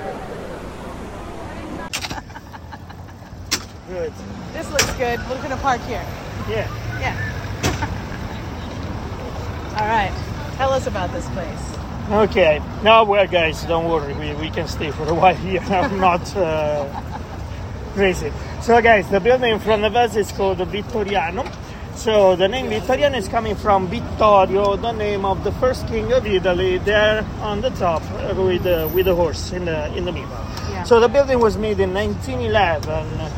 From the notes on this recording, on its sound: Golf Cart Tour of Rome at Night. Sets off on a night tour of Rome by Golf Cart describing the captivating historical sights, sounds, and fascinating people in this incredible city.